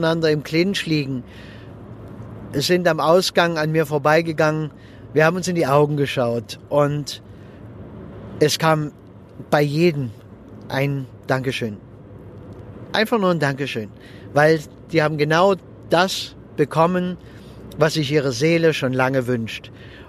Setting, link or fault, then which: setting, inside a vehicle